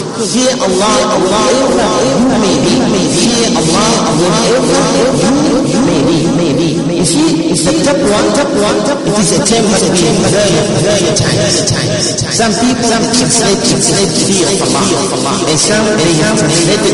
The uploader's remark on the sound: Jumuah lecture at Masjidun Nasr